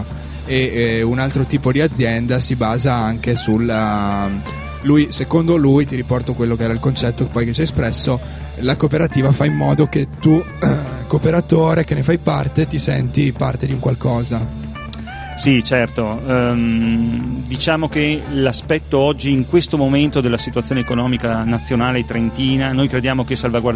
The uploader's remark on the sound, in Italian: In questa puntata speciale in diretta da Piazza delle Erbe di Rovereto, in occasione di "Ama chi ti pare".